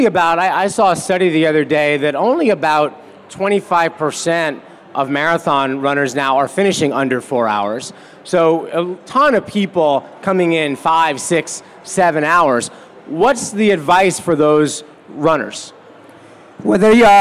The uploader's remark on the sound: Live from The TCS New York City Marathon Expo Presented by New Balance. Take live questions.